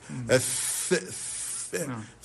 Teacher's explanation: مخرج صوت الثاء، يتم بوضع طرف اللسان بين الأسنان العليا والأسنان السفلى، ثم يخرج الهواء في شكل خيوط دقيقة ما بين المنافذ، الث بهذا الشكل.